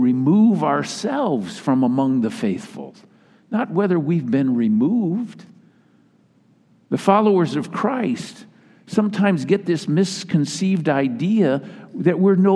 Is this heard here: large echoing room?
yes